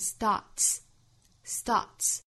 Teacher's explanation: start 后面加的 s 读清辅音 starts starts withtry。try 这个词不要发成了我们汉语之中的那个 try，要注意里面这个 r 的因素 t r tr tr trytry，要把这个 r 这个音要卷出来。